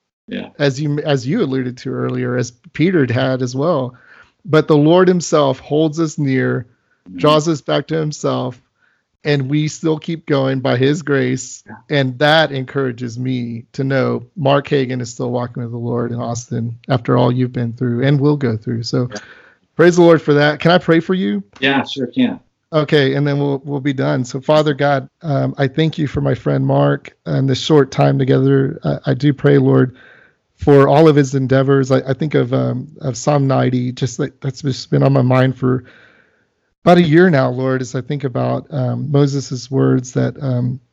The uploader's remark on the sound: I recently got a chance to Skype